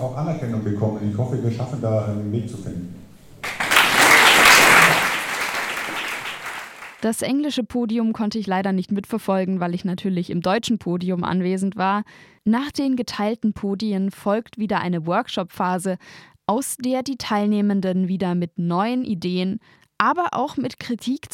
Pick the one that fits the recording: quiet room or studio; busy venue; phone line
busy venue